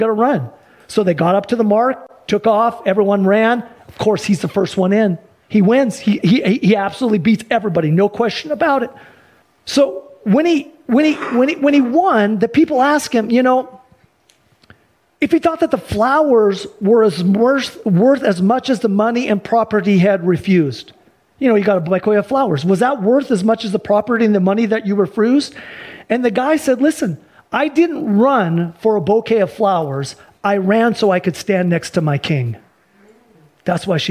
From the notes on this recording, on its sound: Sunday church service livestream